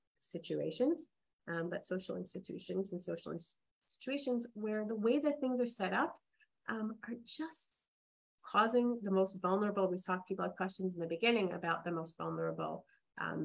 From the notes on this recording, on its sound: This audio was originally captured from Zoom